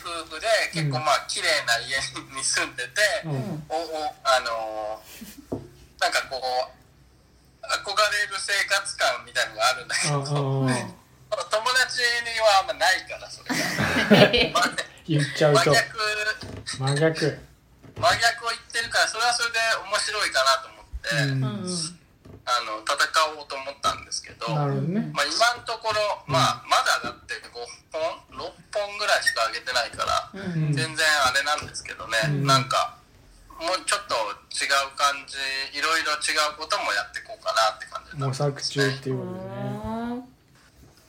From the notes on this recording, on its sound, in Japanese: 今回はリモート収録に挑戦！時空を彷徨いながらの収録となりました。